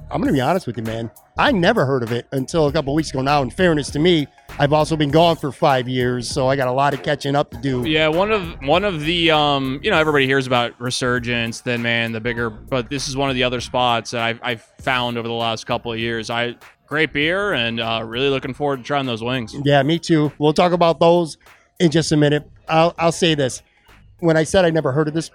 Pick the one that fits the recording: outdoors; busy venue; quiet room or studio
busy venue